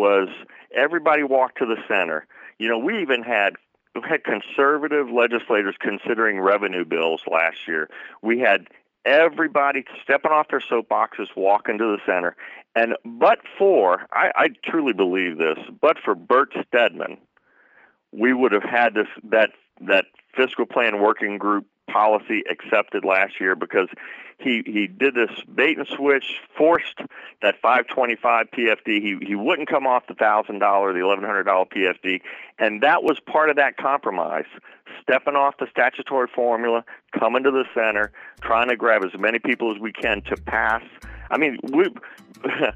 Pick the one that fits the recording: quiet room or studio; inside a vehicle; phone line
phone line